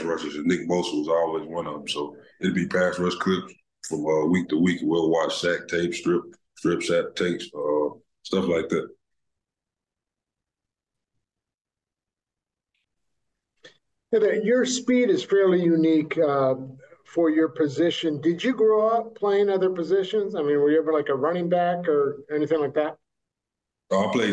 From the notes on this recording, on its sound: Called in for an introductory press conference.